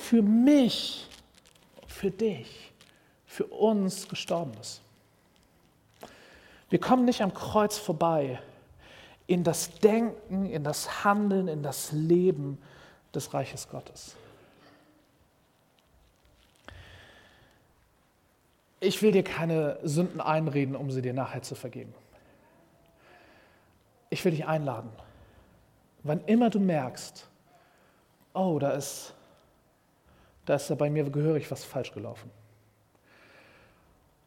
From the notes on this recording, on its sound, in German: Predigt im Rahmen des GreifBar+ Gottesdienstes